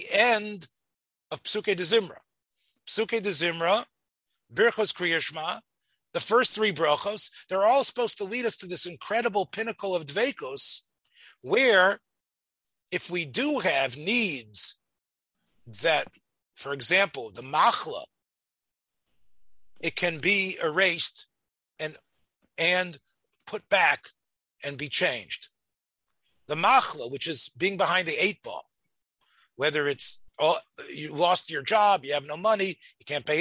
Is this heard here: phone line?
no